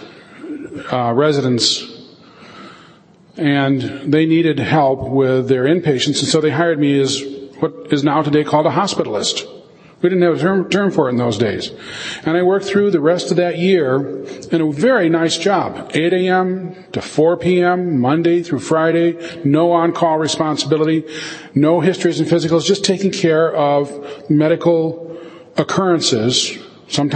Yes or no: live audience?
yes